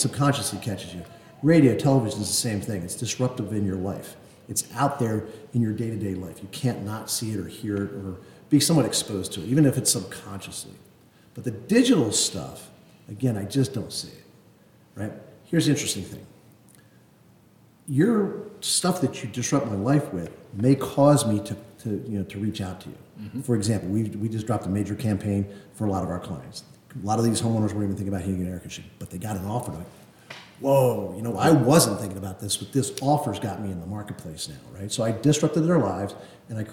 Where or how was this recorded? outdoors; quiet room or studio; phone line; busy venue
busy venue